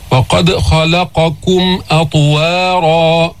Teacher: جيب القلقلة، وقد خلقكم، هذه من الكلمات اللي بنتمرن عليها لأنه لام مستفلة بعدين قاف مستعلية وقبل اللام في الخاء المستعلية فبدك تطلع وتنزل